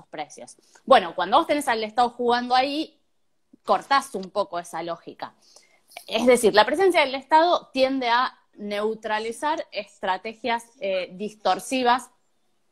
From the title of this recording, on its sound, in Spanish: Entrevistas de cuarentena por Instagram Live